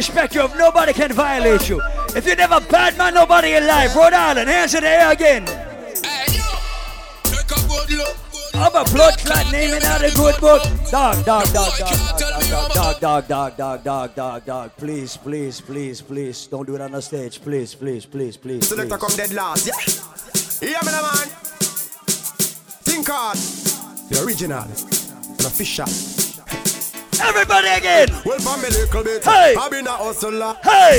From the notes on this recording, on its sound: The entire live party audio from Saturday, January 16 at Island Saturdays at Half Way Tree in Providence, RI. 100% Caribbean party vibes.